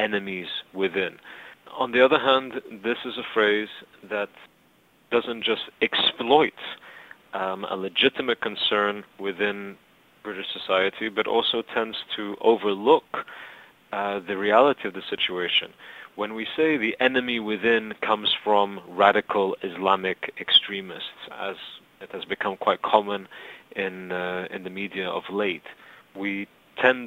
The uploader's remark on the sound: recorded down the phone from Cairo - you may need to turn up your volume a bit